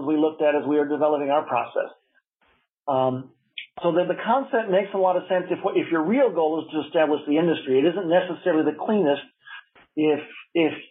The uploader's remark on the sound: a guest at the weekly Future in Space Operations teleconference